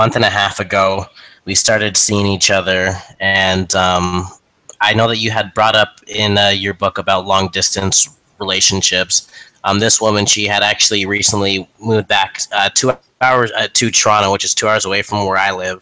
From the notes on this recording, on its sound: Sorry about the audio quality.